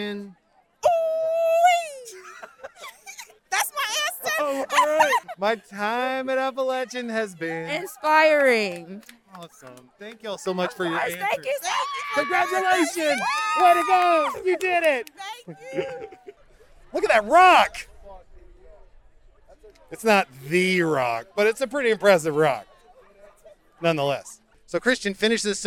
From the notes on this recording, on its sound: In-person commencement ceremonies are back at Appalachian. Witness the sights and sounds of Spring 2021 Commencement.